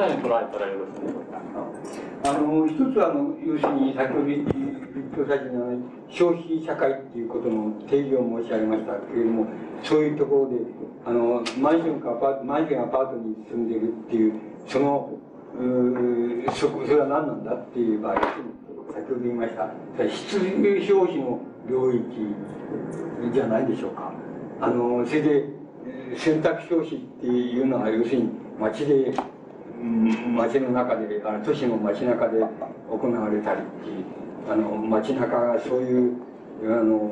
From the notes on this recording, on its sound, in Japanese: 主催：NKK都市総合研究所 場所：大手町・日本鋼管本社ビル。8人連続講演会 「アーバンコンファレンス21」 として行われた講演。周辺ノイズが入るが 内容はクリアに聞き取れる。